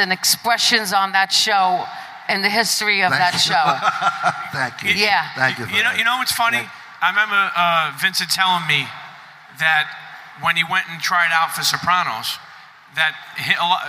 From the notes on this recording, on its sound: Sits down LIVE from Sopranos Con. All while entertaining a packed house!